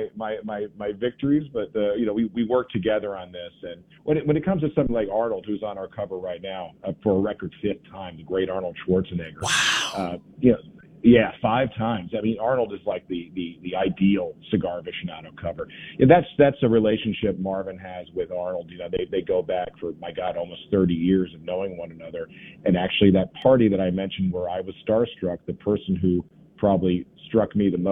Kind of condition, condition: link, phone line